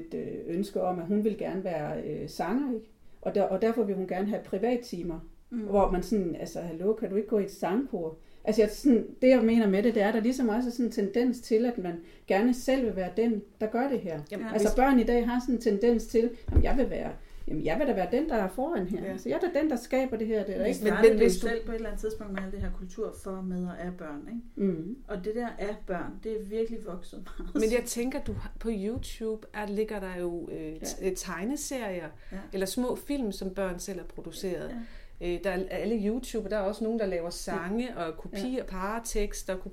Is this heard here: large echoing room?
no